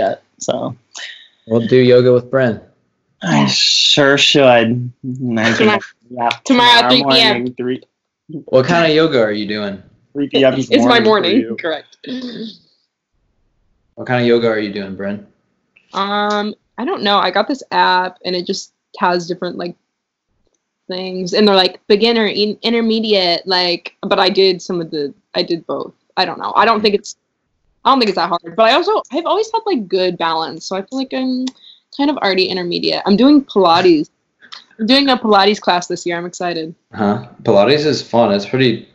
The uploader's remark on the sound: Skype Session